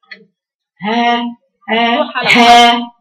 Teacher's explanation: ابينه احدده ما تسيبوش المخرج ايه ها ها ها حديد المخرج هاتيه من مكان اقصى الحلق وبينيه بيني صوته ها من هاجا من هاجا ان الله ضيعت ان الله الهاء